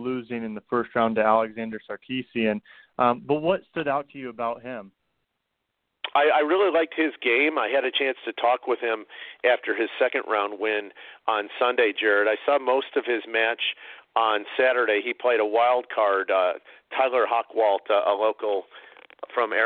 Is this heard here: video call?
no